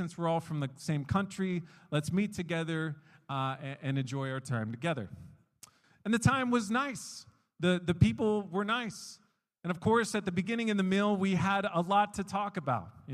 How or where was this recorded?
large echoing room